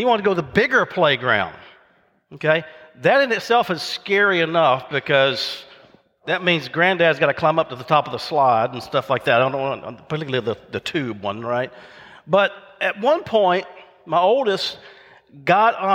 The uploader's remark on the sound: recorded live at Covenant